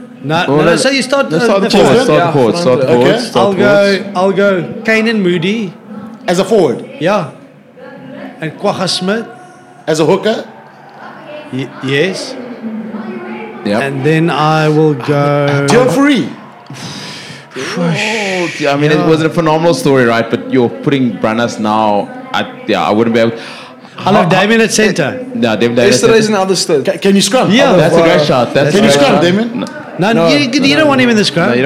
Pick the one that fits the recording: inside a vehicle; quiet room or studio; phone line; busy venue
busy venue